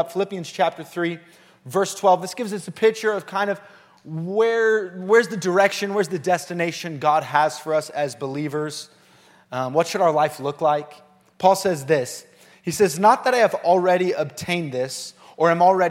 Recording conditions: large echoing room